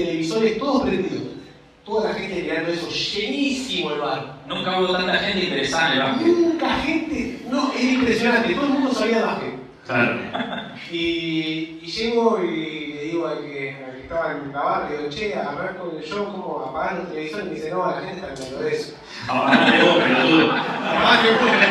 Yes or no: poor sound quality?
yes